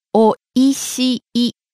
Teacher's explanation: Starting low and rising on the second syllable e, staying high.